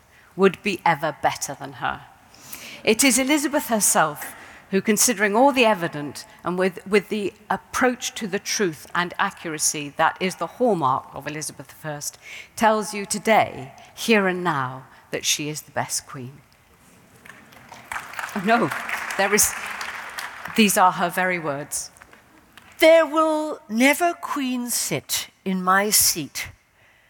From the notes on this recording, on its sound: In this event, recorded in 2017